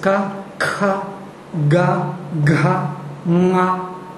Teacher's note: So the tongue, the back tongue, is articulating all the sounds on one level.